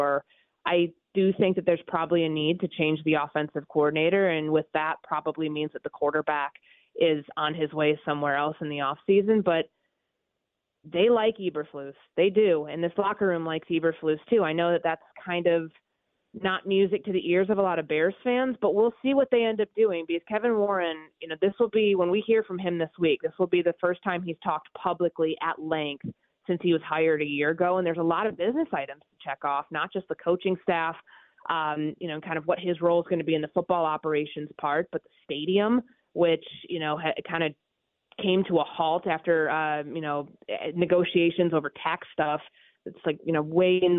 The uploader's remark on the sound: opens the phone lines to take calls from listeners